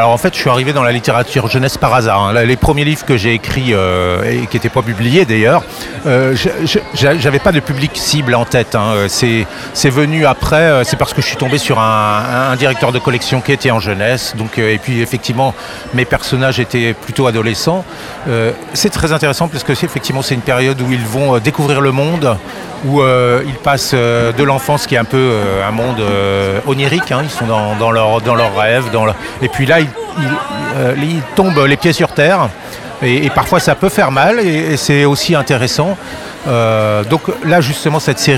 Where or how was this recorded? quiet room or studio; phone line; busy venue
busy venue